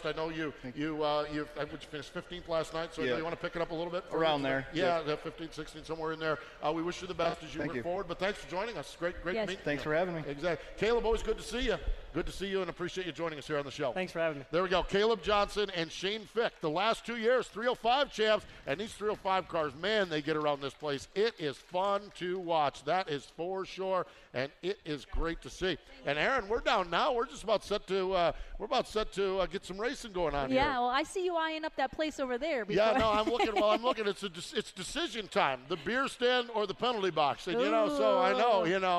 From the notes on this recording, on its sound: LIVE at the AGCO Jackson Nationals